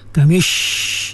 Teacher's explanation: Huruf shin saja yang ada sifat tafashi, berhamburan angin tu. Berhamburan ni dia kena tahan dululah, dia tertahan bunyi dia di gigi, lalu keluarlah apa nama dia punya suara tu, keluarlah angin dia tu melalui celah-celah gigi.